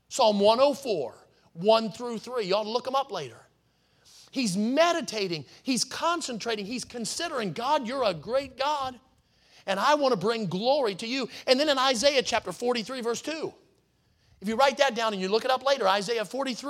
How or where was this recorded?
large echoing room